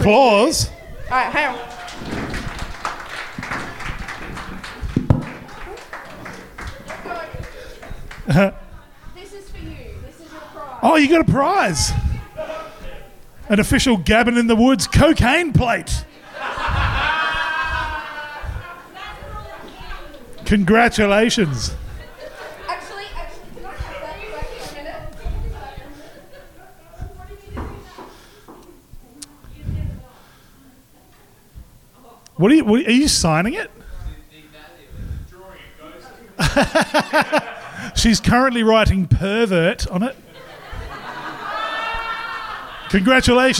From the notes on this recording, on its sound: Live from the Rhino Room in Adelaide. A small but enthusiastic group.